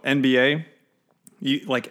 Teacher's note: So when you have an N, which is a nasal, next to a voiced plosive, that plosive takes on the features of the nasal that comes before it. So NBA, N kind of turns into M right before you say B · Term: nasal assimilation